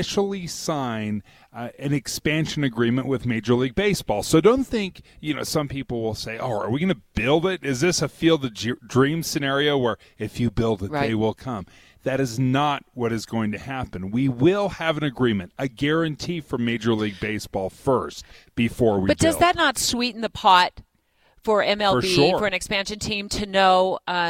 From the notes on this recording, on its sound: Broadcast live from the Utah State Fairpark where the Power District will live and could house a billion dollar MLB stadium.